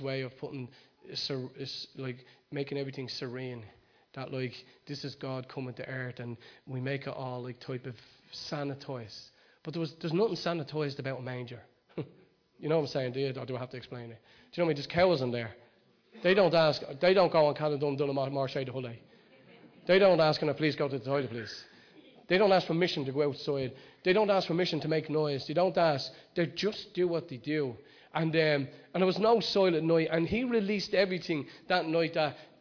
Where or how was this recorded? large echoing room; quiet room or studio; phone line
large echoing room